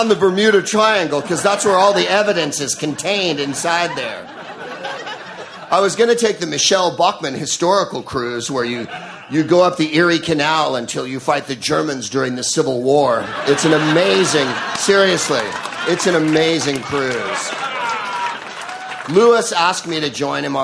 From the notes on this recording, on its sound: Live from the Freedom of the Seas cruise ship off the coast of St.